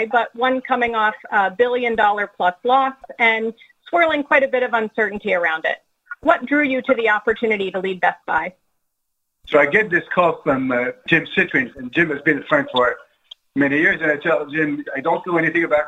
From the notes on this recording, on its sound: This interview was recorded at the 2020 Global Business Leaders Forum, which was held online.